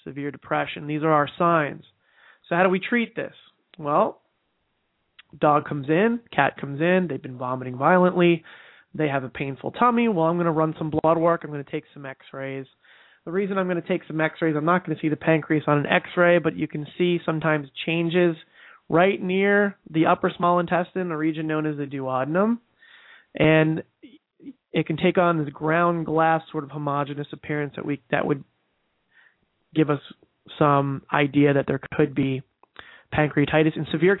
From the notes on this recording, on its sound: We also have one e-mail question to address live on the air, and with our new live format, we will be taking live calls as well.